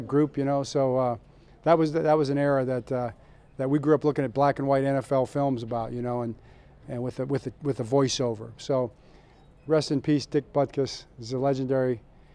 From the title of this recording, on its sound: Press Conference (10/6)